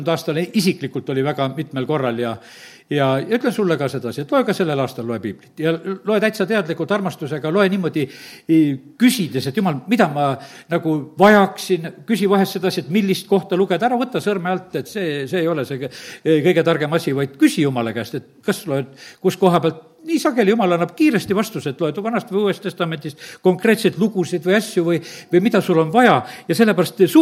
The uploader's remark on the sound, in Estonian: Audio salvestus koosolekult